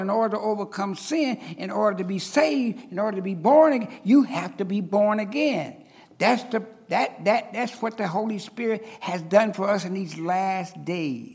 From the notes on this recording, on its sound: recorded on August 26, 2023, at Ringgold Seventh-day Adventist Church.